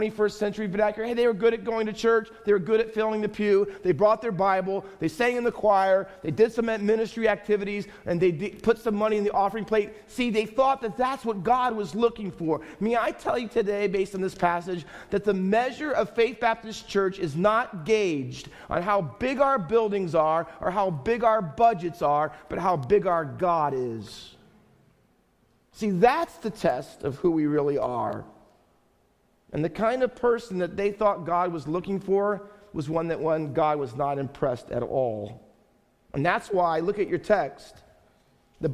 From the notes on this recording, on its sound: Faith Baptist Church in Hamilton, NJ.